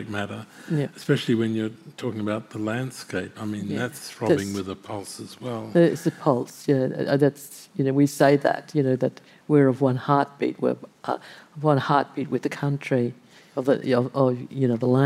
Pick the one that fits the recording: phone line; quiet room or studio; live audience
live audience